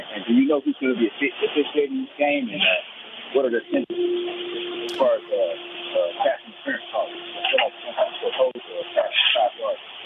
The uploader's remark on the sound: From South Korea to Texas, fans called.